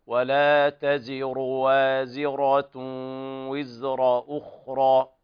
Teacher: في قوله تعالى أيضا ولا تزر وازرة وزر أخرى، لاحظنا الراءات كلها مفخمة، ولا تزر هذه الراء تفخم، وازرة كذلك، وزر أخرى، كل هذه الكلمات الراء فيها مفخمة وفيها تتابع الحركات لا بد من بيانها.